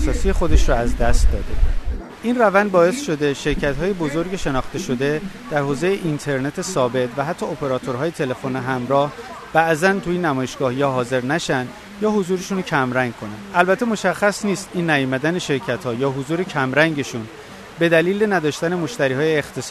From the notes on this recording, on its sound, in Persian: این شماره از رادیو پیوست باعنوان آخرین تلکام پاییزی در حاشیه نمایشگاه تلکام 2017 ضبط شده است.